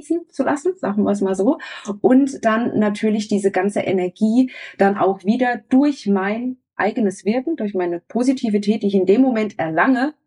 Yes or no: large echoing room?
no